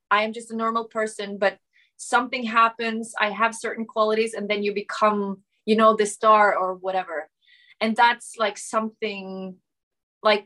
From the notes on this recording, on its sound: Shot via Zoom, January 2022.